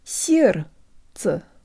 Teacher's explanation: The D in this word disappears into the ц, which makes the second syllable super easy, and the second е sounds like a schwa